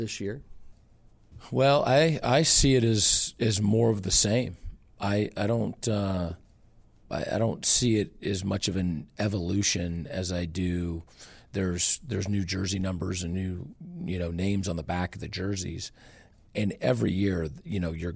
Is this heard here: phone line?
no